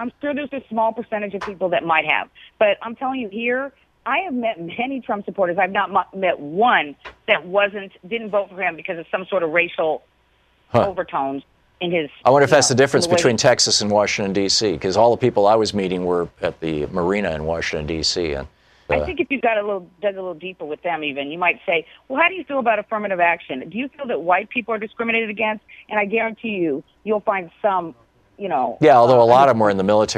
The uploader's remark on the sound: Listeners call in with their thoughts on impeachment.